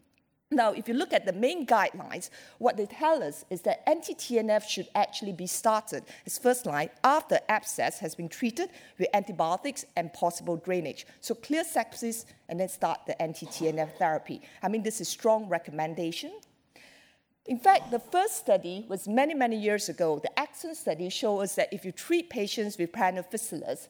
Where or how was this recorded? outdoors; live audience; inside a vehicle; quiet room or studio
live audience